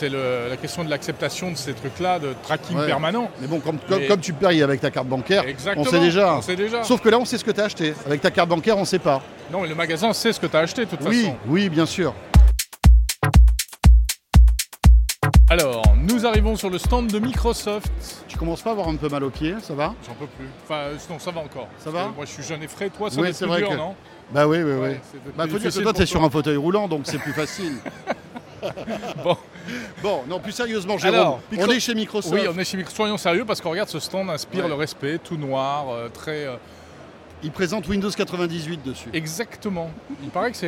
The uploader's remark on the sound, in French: on vous emmène en balade au salon Mobile World Congress de Barcelone